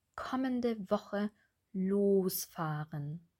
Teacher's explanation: Bei der Kombination kommende Woche losfahren haben wir zweimal ein kurzes O und einmal ein langes O. Also zweimal die kurze Bewegung, einmal die lange Bewegung.